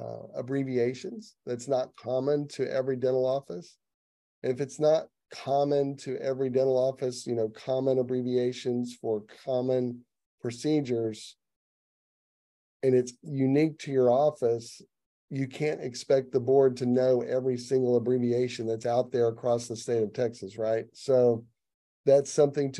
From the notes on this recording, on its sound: Each TMQA podcast is an edited and shortened version of the previously-held live Q&A Zoom session.